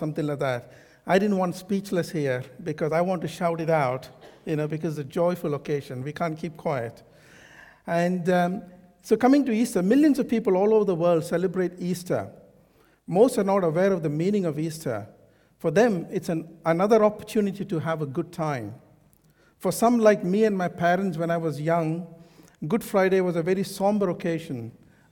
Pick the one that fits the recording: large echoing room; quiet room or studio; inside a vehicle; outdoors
large echoing room